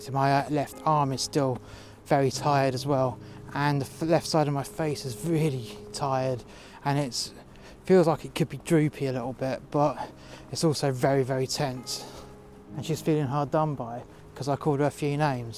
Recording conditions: outdoors